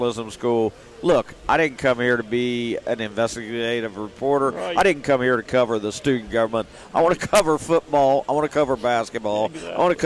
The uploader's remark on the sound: broadcasts live from Pullman Square in Huntington